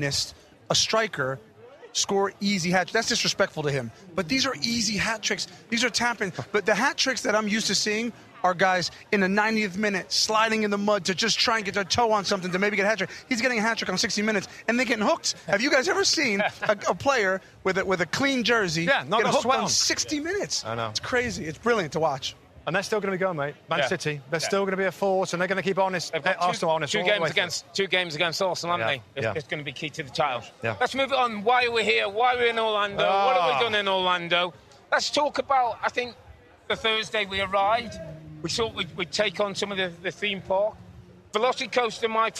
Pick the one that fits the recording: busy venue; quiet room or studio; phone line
busy venue